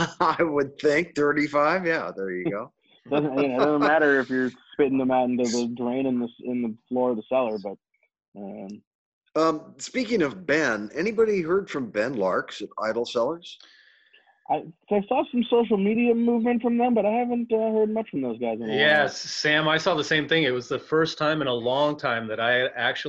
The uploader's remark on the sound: Our Zoom invite somehow made it into her “junk” file but we decided to do the show anyway.